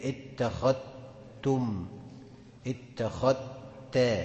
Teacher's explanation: كلمة اتخذت واتخذتم بتنطق بإدغام الذال في التاء